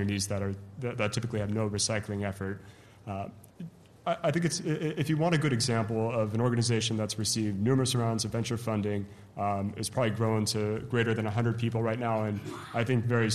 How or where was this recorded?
live audience